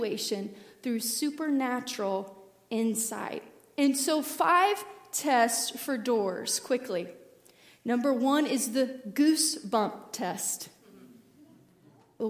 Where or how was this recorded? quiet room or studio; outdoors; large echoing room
large echoing room